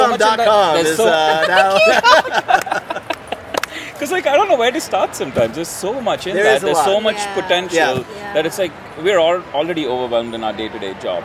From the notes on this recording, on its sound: live from the Transform Conference in Las Vegas